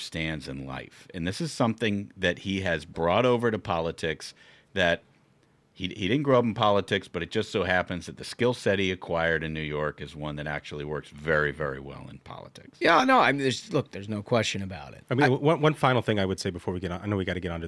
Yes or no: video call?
no